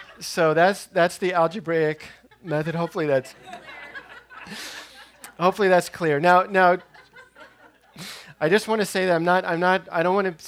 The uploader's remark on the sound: Listen in on this talk recorded at the 2018 Living Education Retreat.